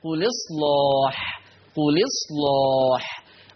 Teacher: ايضا قل اصلاح هعمل نقل فتبقى اللام مكسورة، وما ننساش ان كان من ضمن قواعدنا تغليظ اللام، قل اصلاح، قل اصلاح.